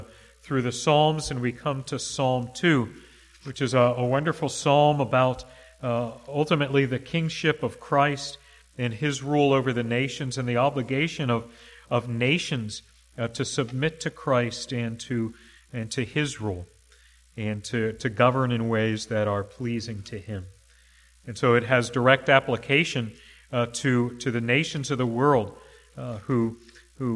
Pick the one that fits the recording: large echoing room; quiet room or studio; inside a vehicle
large echoing room